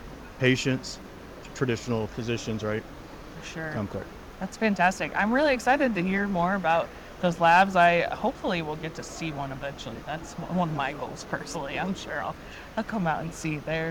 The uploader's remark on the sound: live from the 2023 CHIME Fall Forum